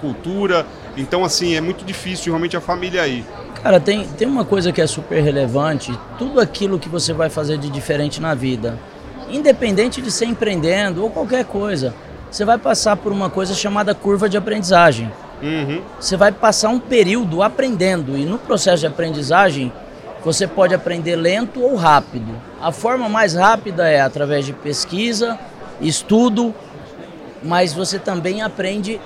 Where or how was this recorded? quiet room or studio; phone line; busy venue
busy venue